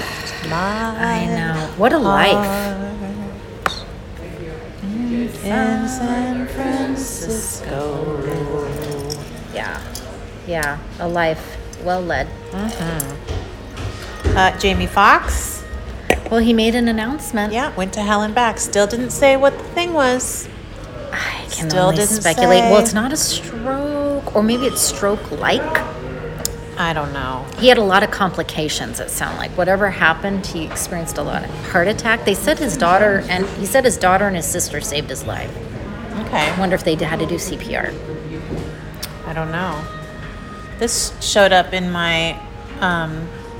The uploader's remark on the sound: We’re back and broadcasting live from the Lodge at Pebble Beach celebrating our birthday boo and dishing on the latest celeb gossip!